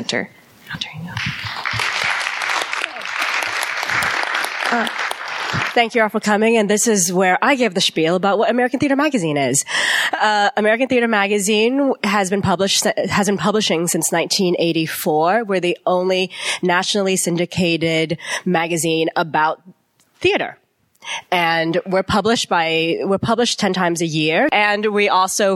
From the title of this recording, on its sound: Live at the Signature